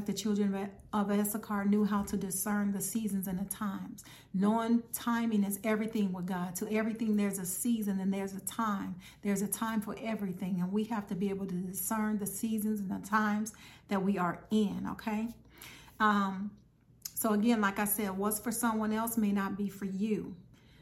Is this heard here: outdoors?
no